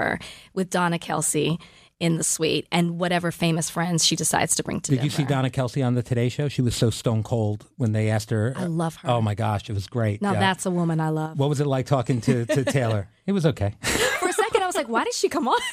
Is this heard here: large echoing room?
no